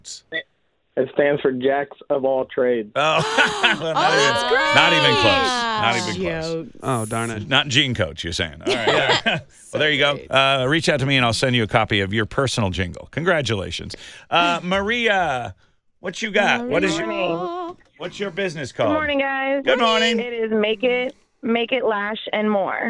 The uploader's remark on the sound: Takes calls from local businesses and immediate make a LIVE on the spot on-air jingle for them!